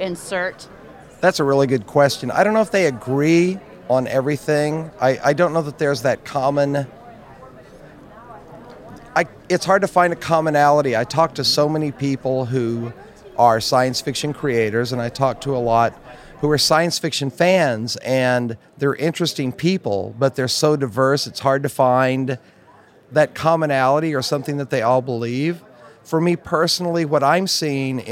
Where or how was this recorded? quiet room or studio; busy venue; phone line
busy venue